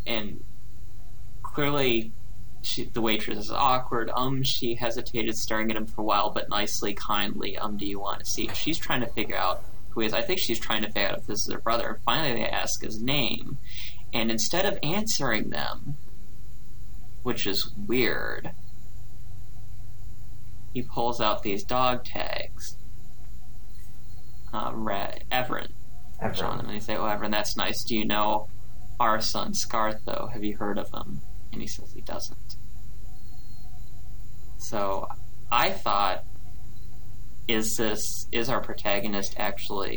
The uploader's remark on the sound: There is some hiss on the recording, but it's not too bad, and it'll be gone by the next time.